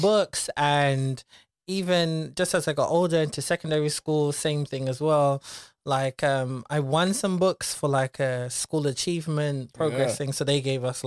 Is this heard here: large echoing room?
no